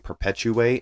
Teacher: We say a TU with a CH sound as well.